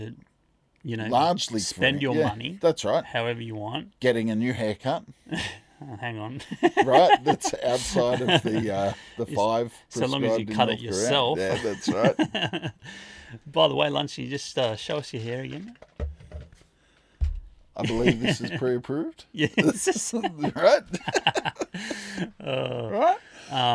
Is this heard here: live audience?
no